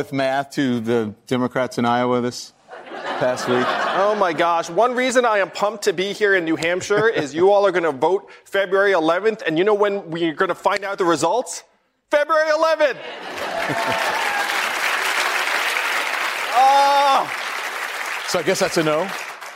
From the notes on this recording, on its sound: questions from voters in New Hampshire during a live town hall